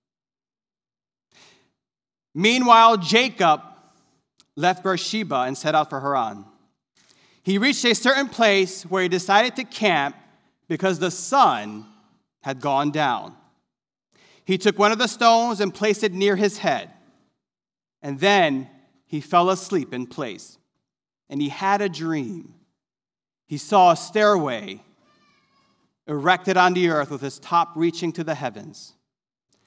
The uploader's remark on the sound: This sermon was recorded live on Sunday, August 22nd, 2021 at Newark United Pentecostal Church.